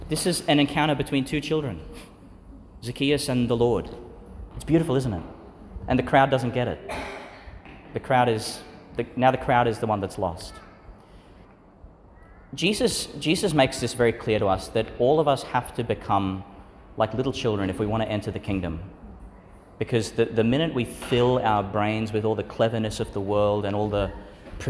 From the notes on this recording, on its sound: Homily for the Thirty-first Sunday in Ordinary Time, delivered at St Peter Channel Church, Tannum, Qld.